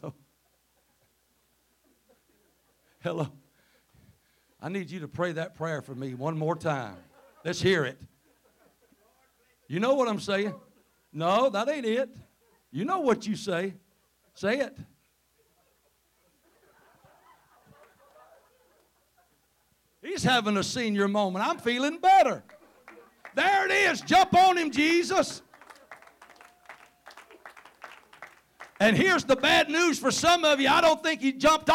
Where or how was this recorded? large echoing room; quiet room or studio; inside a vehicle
large echoing room